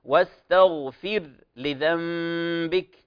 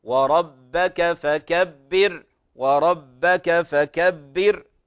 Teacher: فهذه الأمثلة الثلاثة تبين حالة الراء ساكنة في حال الوصل وحال الوقف كذلك، فهي مرققة، ولا نقول واستغفر، لا، هي مرققة. · Term: الراء المرققة